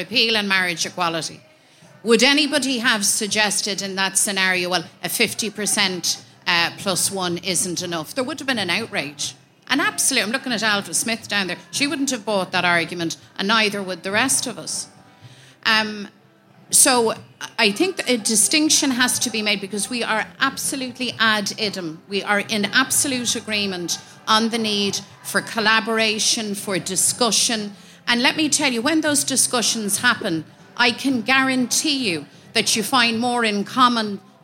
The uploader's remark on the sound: Live at Body & Soul. For a special live recording of the podcast at the Body & Soul festival last week.